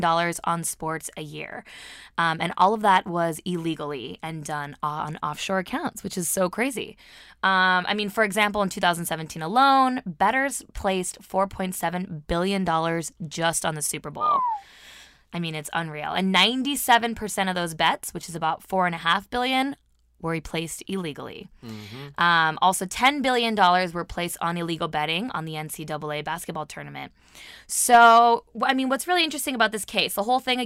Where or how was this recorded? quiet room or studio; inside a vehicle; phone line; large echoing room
quiet room or studio